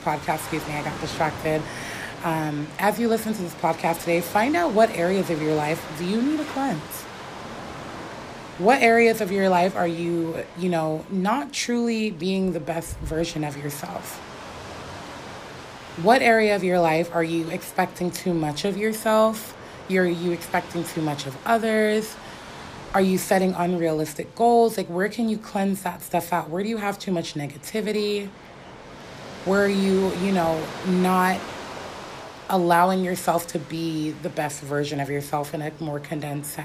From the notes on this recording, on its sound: Hawaii!! You will hear the waves crashing the sound of the people and children laughing, the wind the birds chirping and just the sound of nature in it's essence. I thought that Hawaii would be the perfect location for today's episode.